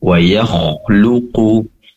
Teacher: pastikan kho tetap tebal walaupun dia berdampingan dengan ya yang memiliki sifat tipis. Jangan sampai terdengar tipis kho-nya dikarenakan berdampingan dengan ya menjadi wayakhluku, tapi wayakh ya-nya tipis, kho-nya tebal.